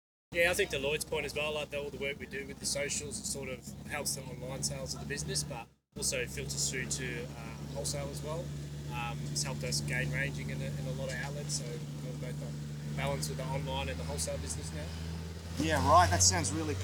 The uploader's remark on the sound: LIVE at Meatstock Toowoomba. Live country music on stage from 2pm til late every day. I grab my camera and mics.